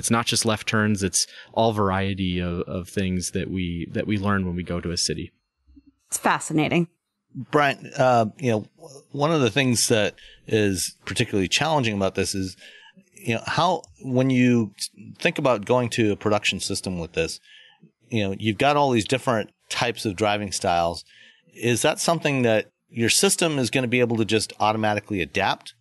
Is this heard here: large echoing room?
no